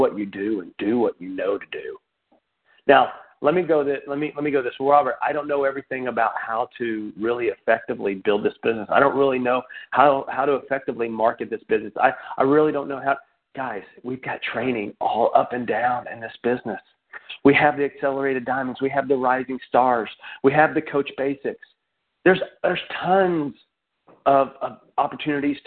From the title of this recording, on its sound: Team Elite Conference Call